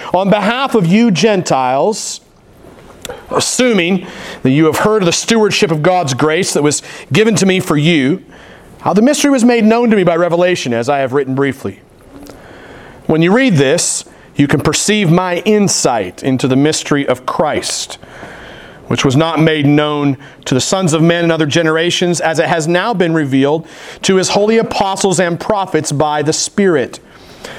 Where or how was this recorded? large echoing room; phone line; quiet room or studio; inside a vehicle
large echoing room